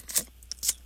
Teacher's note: tisk, tisk and tut, tut are both versions of the sound that you make on your teeth to express disapproval